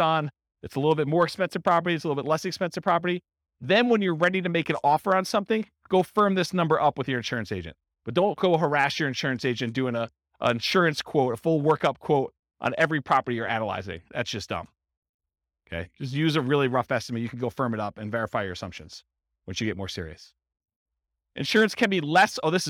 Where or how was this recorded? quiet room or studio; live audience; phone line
live audience